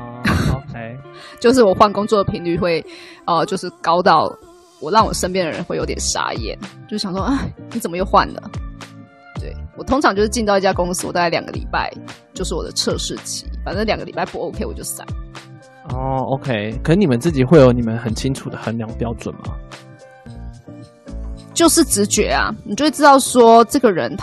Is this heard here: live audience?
no